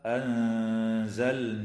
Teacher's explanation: وتخفى النون الساكنة عند الزاي مع الغنة مرققة